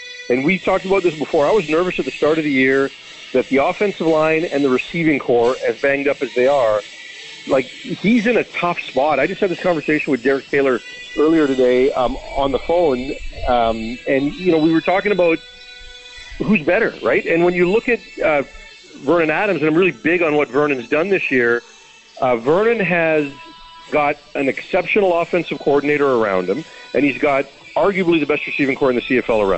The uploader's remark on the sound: LIVE at Currie Field